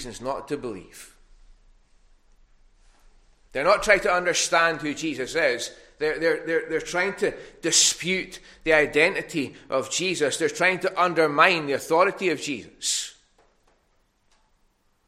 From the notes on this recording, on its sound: recorded at North Harris Free Church on the morning of Sunday 1st May 2022